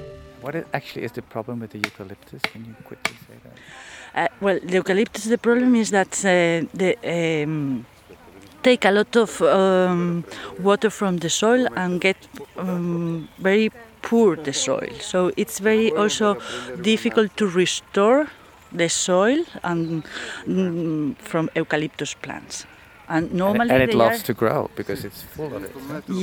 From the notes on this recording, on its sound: Asturias, Spain. Once you arrive in Asturias you witness a morning full of farm stuff. On a silent sound walk through the industrial landscape that surrounds the farmhouse we stay. What a loud landscape it is!